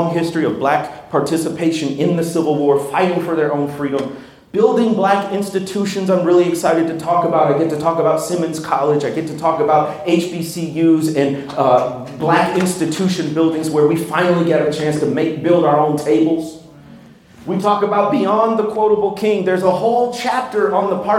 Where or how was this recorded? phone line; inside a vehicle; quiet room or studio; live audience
live audience